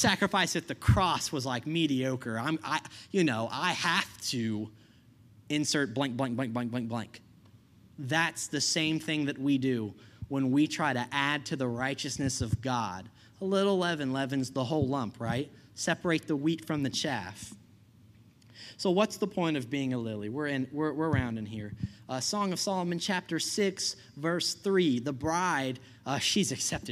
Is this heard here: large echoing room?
yes